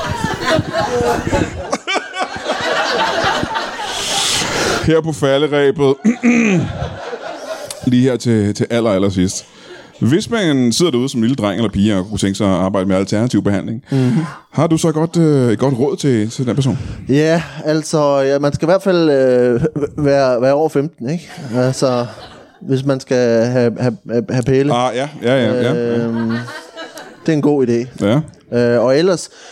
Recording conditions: live audience